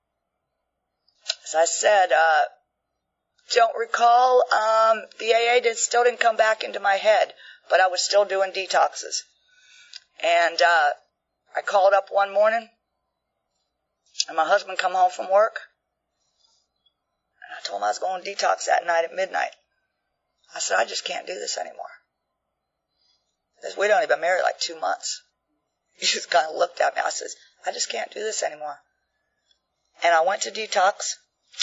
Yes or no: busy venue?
no